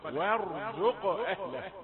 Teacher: وإذ قال إبراهيم رب اجعل هذا بلدا آمنا وارزق أهله من القلقلة وارزق ورقيقة الراء مفخمة وقاف مقلقلة